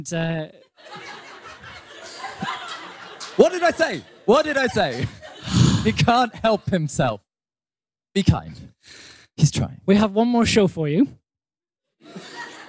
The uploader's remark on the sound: A live holiday special recorded at London Podcast Festival Presents Audio Drama!